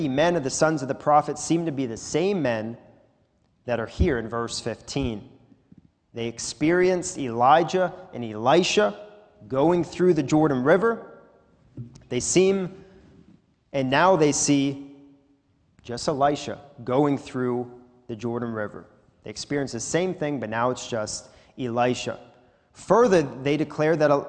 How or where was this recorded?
large echoing room